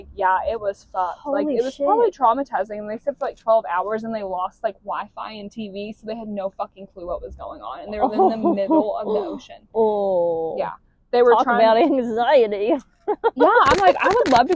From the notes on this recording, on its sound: Sorry not sorry for the sound on this one. We have a problem with keeping our hands off the mics.